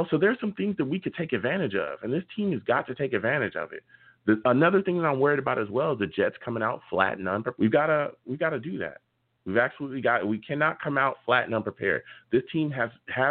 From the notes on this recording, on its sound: We will be taking live callers!